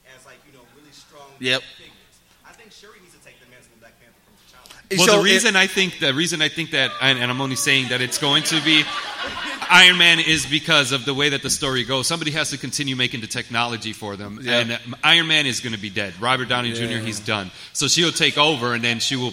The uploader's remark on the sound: GEEKSET LIVE AT WAKANDACON